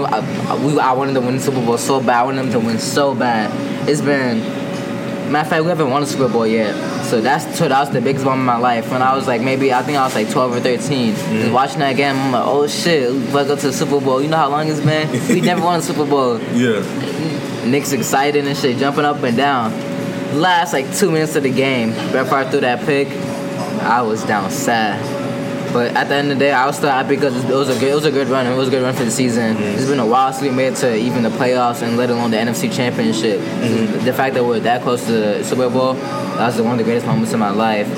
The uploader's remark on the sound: Starbucks Convo